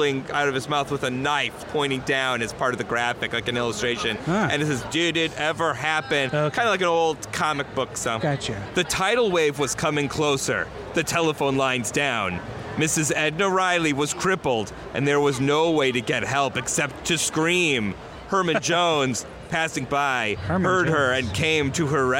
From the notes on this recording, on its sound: Live at Los Angeles Comic-Con